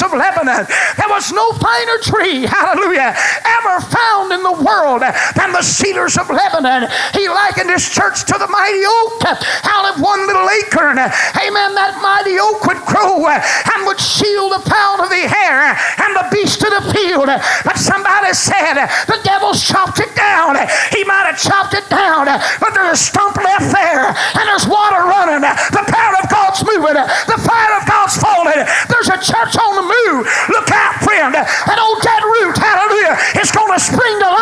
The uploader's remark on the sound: Was preached at First Apostolic Church in North Vernon, IN on January 31, 1993. The Scent Of Water was preached at First Apostolic Church in North Vernon,.